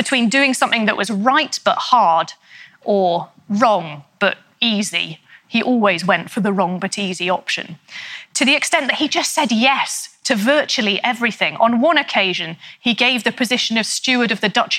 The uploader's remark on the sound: In a talk she delivered at our 2019 BBC History Magazine History Weekend in Winchester